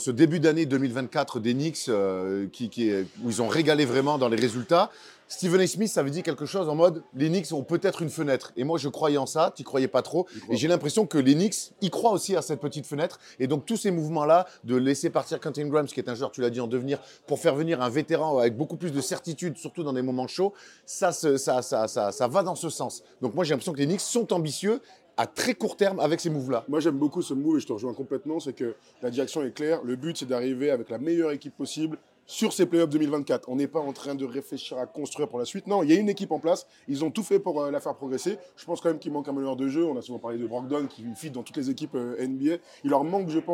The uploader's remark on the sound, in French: On fait le point rapidement sur ce transfert en direct d'un diner à New York !